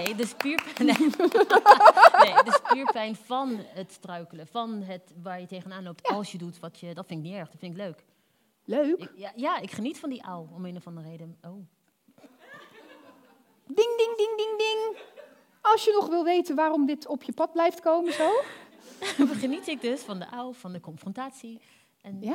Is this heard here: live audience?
yes